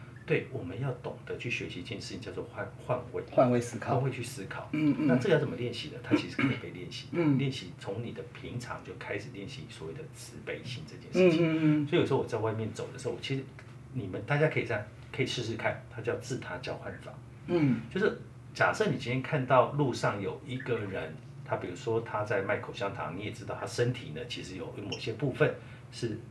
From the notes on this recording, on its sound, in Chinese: 轉發一段低俗囍劇節目內容錄音。設備問題小雜音 大小聲請見諒。